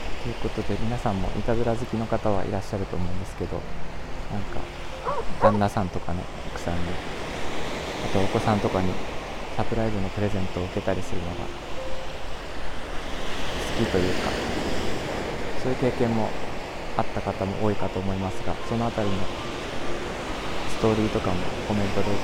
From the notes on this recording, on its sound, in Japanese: 収録が海に近すぎました。聴きづらくてすみません。